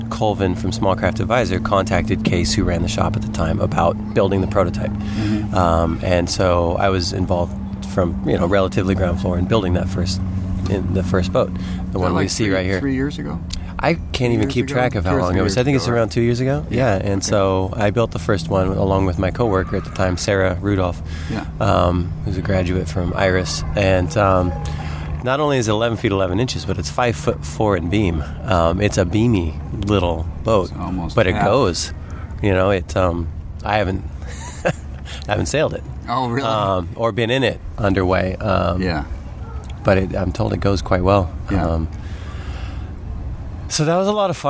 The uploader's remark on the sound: Recorded during the August 2012 SCAMP CAMP at the NW Maritime Center in Port Townsend, WA. PS Please note this podcast was recorded several years ago.